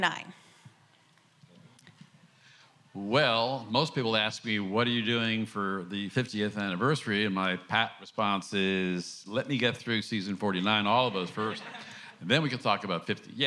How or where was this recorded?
busy venue